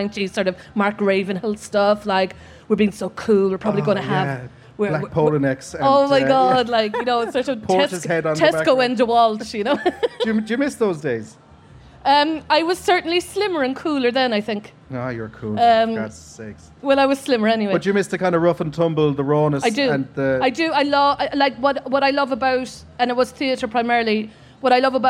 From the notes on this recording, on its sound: This episode was recorded live at Electric Picnic and in front of an adoring crowd...and one heckler.